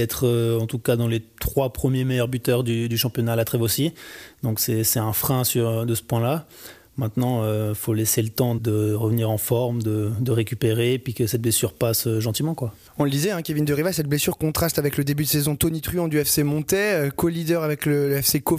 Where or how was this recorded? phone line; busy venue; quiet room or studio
quiet room or studio